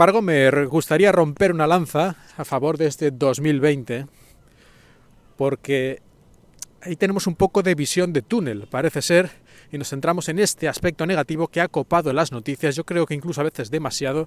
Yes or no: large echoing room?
no